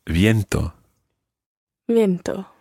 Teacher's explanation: it's that Spanish V sound. It's a kind of combination of B and V.